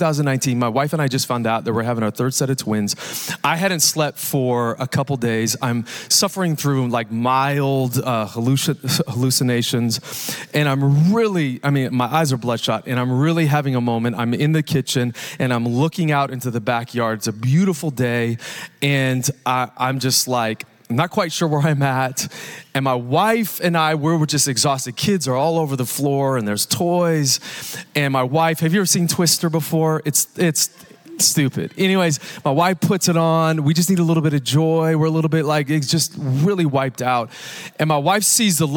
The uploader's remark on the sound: Recorded Live at Capital Church in Meridian, Idaho